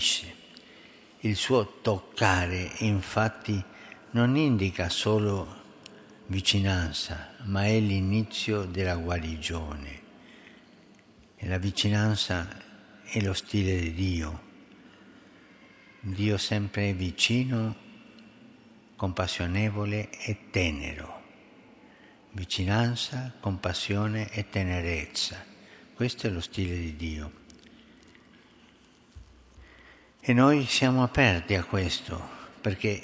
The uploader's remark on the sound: FROM SAINT PETER BASILICA, HOLY MASS WITH THE CANONIZATION CEREMONY